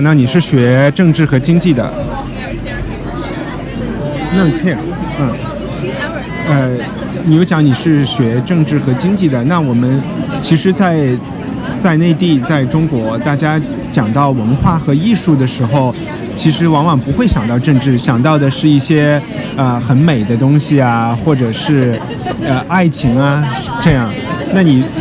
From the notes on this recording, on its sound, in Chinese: 在爱丁堡看演出。只能用手机在酒吧里录一期不剪辑的人物采访。采访有酒吧背景杂音，权当增添了节日气氛吧。